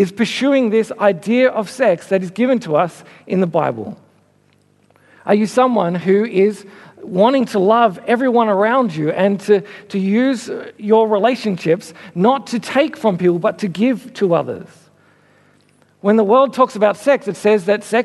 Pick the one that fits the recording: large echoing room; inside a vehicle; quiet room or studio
large echoing room